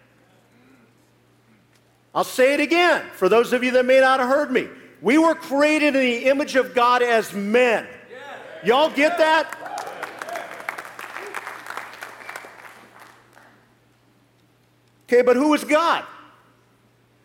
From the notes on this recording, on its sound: live message from the Kingdom Men's Gathering